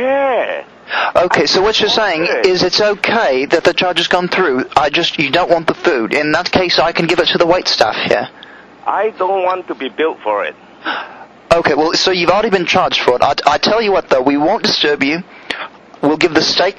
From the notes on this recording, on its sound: RBCP's Personal Prank Phone Calls Collection